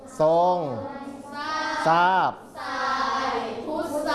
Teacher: คำควบกล้ำที่เป็นทรอเนี่ยที่เป็นคำควบกล้ำไม่แท้จะออกเสียงซอ